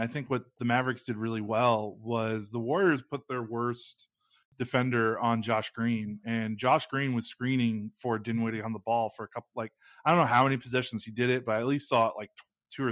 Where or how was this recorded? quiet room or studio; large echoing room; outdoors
quiet room or studio